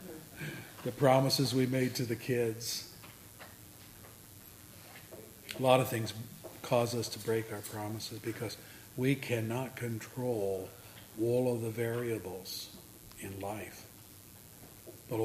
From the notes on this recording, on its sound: services recorded at Thornville Baptist Church